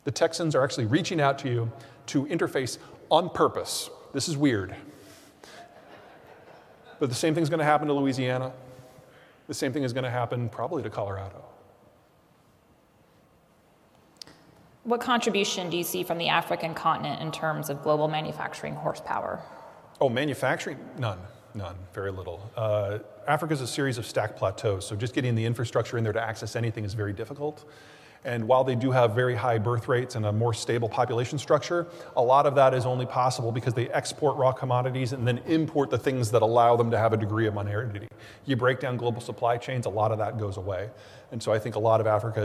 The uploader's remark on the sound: Keynote Presentation. Presented Sept. 8, 2022